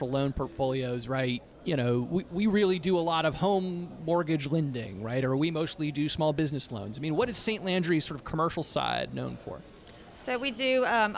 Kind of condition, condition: setting, busy venue